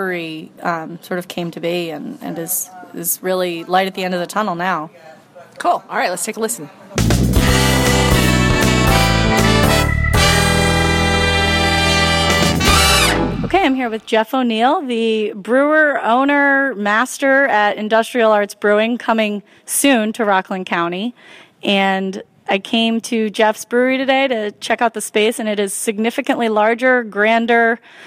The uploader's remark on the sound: Recorded at Babe's in Haverstraw